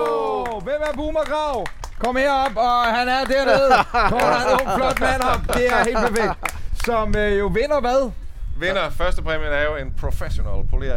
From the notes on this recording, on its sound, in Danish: I dette Live-afsnit af Bilklubben Podcast har vi en sand folkefest, når vi inviterer alle vores lyttere til fest hos vores venner og samarbejdspartnere GF Forsikring i Odense. Her afholder vi Cars & Brunsviger med hundredevis, ja endde tusindevis af vores fantastiske lyttere.